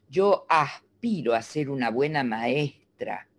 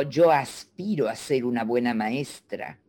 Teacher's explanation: para la zona de la Argentina de donde yo soy, la S del medio era aspirada · Shown in: first take · pero para, para acá no.